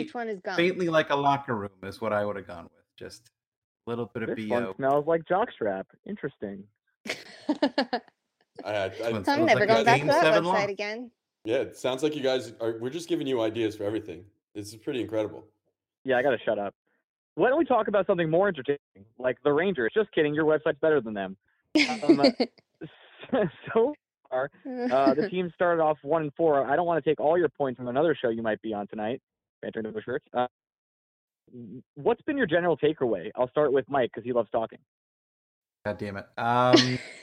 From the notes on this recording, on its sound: Sorry for the call in episode two weeks in a row.